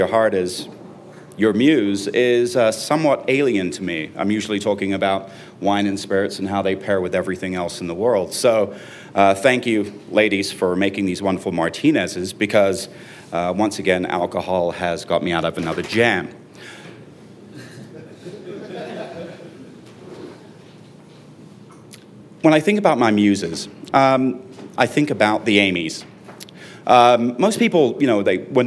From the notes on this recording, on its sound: You never know what you'll get when the audience steps up to the mic. You never know what you'll get when the audience steps up to the mic.